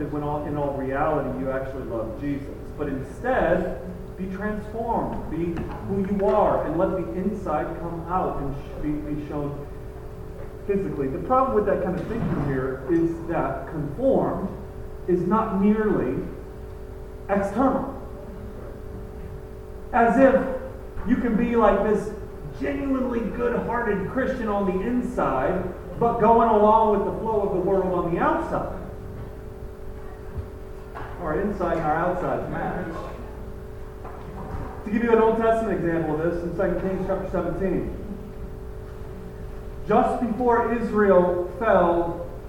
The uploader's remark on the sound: Apologies for the poor audio